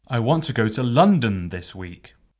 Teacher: Ensimmäisessä lauseessa paino oli sanalla London, eli puhuja halusi korostaa tahtovansa mennä juuri Lontooseen.